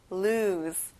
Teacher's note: 끝에 S 발음을 Z 발음이랑 비슷하게 해보는 거예요.